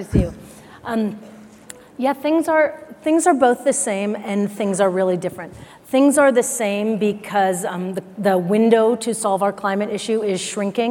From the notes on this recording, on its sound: The best of live interviews from GreenBiz events.